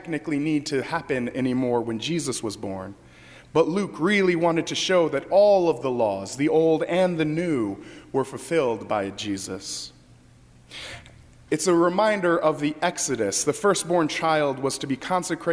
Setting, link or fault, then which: setting, large echoing room